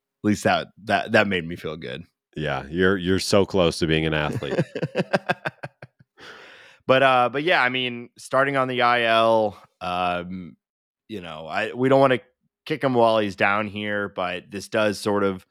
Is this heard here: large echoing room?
no